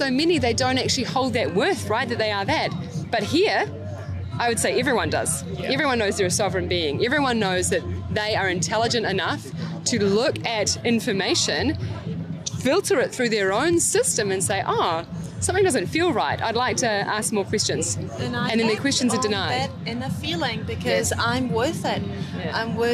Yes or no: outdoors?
yes